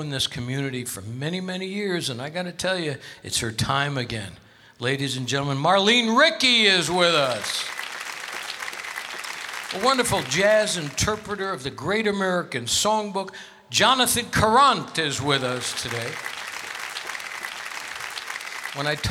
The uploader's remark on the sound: Live at the South Point Casino